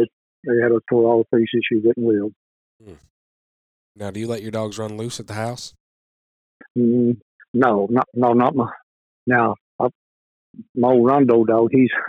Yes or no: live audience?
no